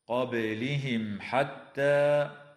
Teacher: وتخفى النون الساكنة عند القاف مع الغنة مفخمة في قوله تعالى: من قبلهم، وتقلقل الباء في كلمة قبلهم، وتظهر الميم الساكنة عند الحاء